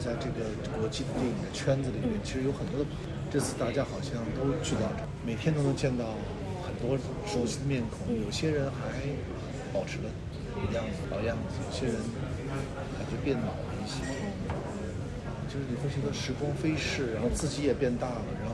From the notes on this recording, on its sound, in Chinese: 本期节目录制于2023年第76届戛纳电影节现场。